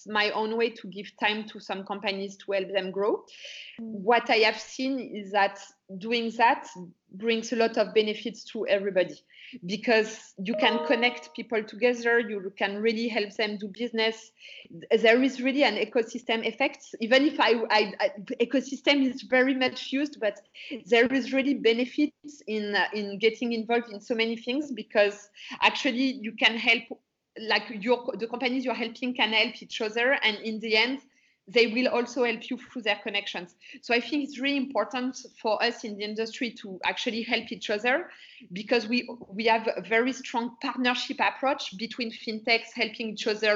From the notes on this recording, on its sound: is joined over Skype